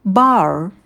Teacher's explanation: И если вы предпочитаете американский вариант, то можем добавить в конце звук р. Бар. Бар, да, мы подкручиваем дополнительный язык.